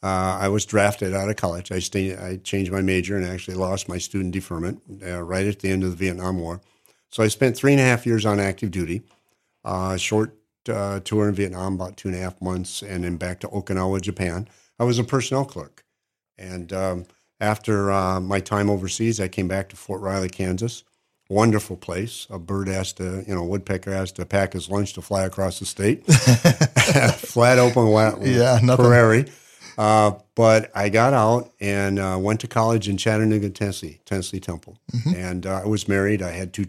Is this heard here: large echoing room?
no